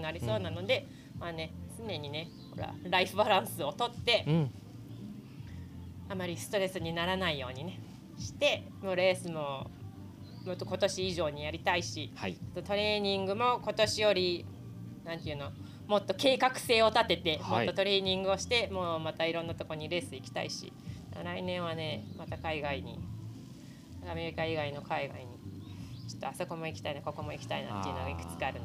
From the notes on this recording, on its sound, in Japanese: In PEDAL DAY GO Mt. TSUKUBA。収録地：茨城県つくば市 PEDAL DAY GO Mt.TSUKUBA イベント会場。